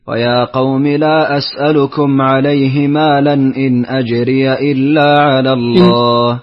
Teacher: فتحت يا الإضافة، قصرت المنفصل، أسكنت ميم الجمع.